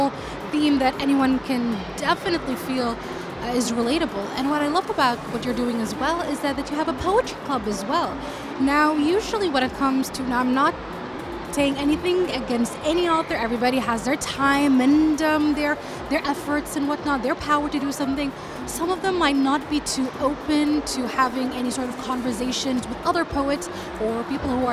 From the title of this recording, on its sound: Live at SIBF 2023